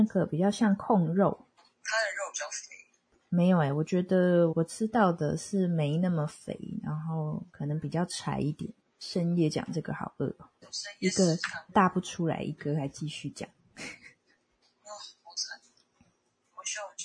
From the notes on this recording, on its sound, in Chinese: 電話錄音。這集是好玩嘗試把排隊環境音和通話錄下來，內有吸拉麵喝湯聲。